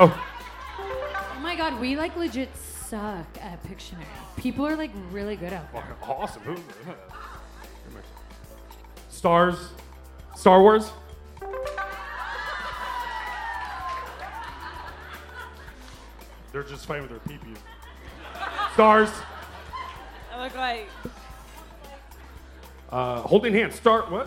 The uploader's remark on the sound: Live in Arizona! Hit the mic at a sold-out show at CB Live in Phoenix. The episode starts off with a memorable live intro.